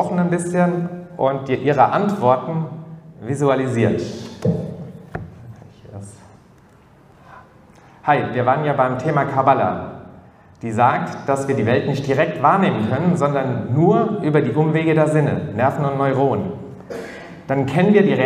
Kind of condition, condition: setting, live audience